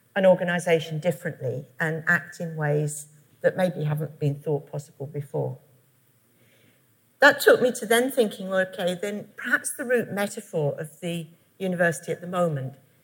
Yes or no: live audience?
yes